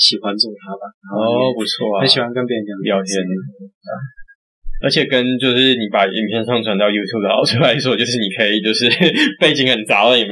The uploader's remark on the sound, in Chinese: 這次去噪後音質超差，早知道當初就別買電容式的麥克風了